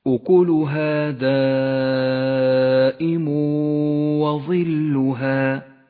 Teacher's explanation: فالآن مع الصفحة القرآنية التي بين أيدينا نطبق عليها أحكام التجويد ونبدأ بالمد المتصل في كلمة دائم. جاء حرف المد وهو الألف مع الهمزة في كلمة واحدة، تمد الألف 5 حركات وجوبا